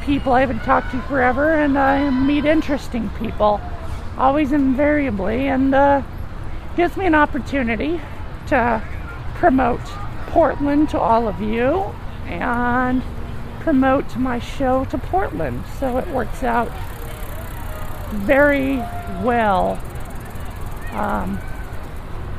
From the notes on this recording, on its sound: 2006 Portland Pride Parade -walking along the parade route as a spectator -marching with Affirmation and a TW listener. Pride Festival at Tom McCall Waterfront Park.